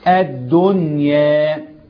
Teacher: مش هنعرف دي كلمه ايه، وهذا يسمونه اظهارا مطلقا، فلا تنطق الدنيا في القران الا الدنيا، نظهر النون